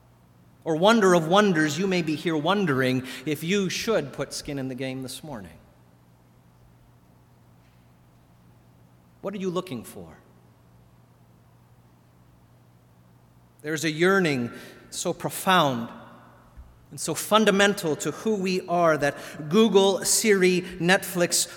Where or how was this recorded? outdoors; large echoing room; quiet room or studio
large echoing room